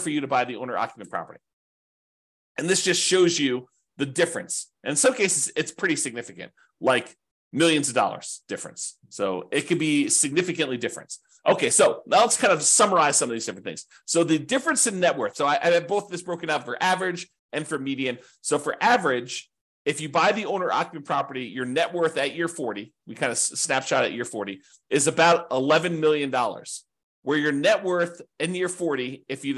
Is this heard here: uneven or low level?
no